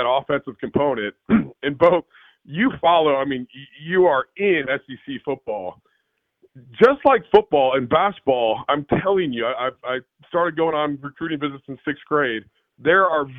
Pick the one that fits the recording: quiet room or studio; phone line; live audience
phone line